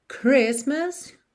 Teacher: Christmas, você repara que não há som da letra T